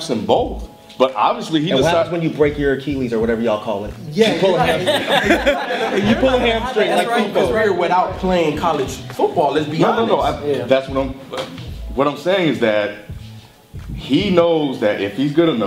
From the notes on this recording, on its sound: Live Taping at Florida State University.